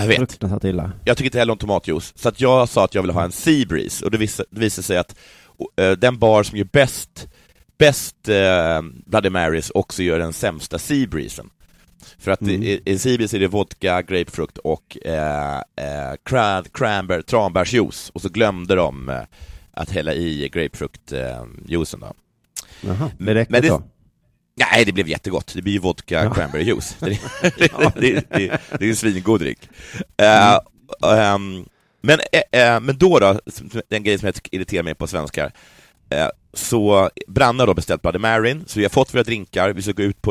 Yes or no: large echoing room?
no